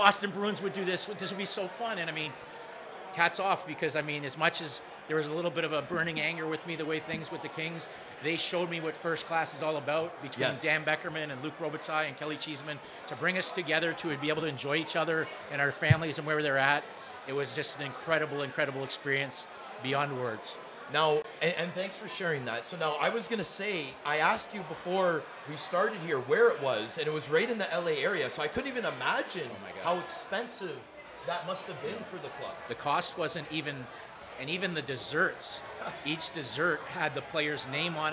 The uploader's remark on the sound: Live taping from the Locker Room Studio in Bottomline Sports Bar